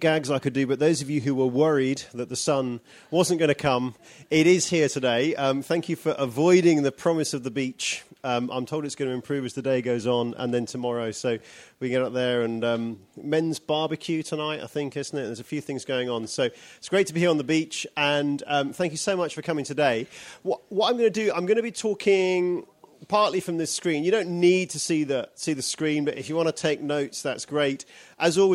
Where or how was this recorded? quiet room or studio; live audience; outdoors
live audience